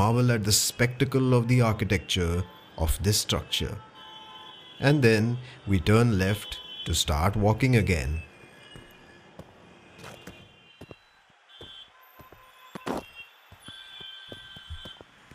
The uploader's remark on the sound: On this sound journey through the roads, streets, bylanes of South Mumbai. You and I will visit some prominent buildings, landmarks and food joints with actual ambient sounds and noises. Watch your step as we cross streets and avoid traffic as we go about on this storytelling tour around the Flora fountain & Hutatma Chowk in the Fort area of South Mumbai.